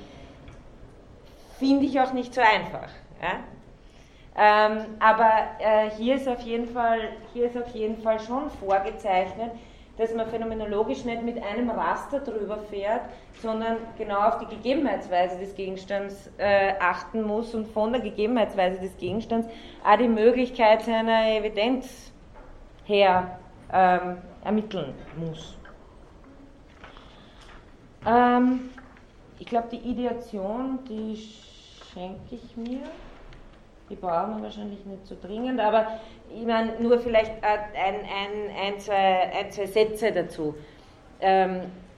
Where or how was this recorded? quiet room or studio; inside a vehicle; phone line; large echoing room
large echoing room